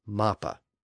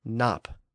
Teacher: Now, the same Latin root word passed into early French, and the M sound switched to an N sound in the process